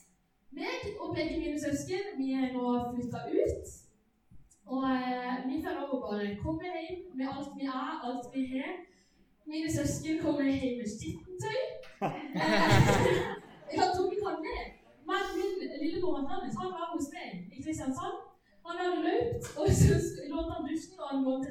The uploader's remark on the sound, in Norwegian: Beklager, dårlig lydkvalitet.